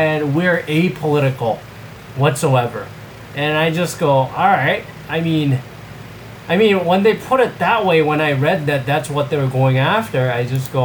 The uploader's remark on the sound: Apologies for the audio this episode, too lazy to re-record with my Yeti.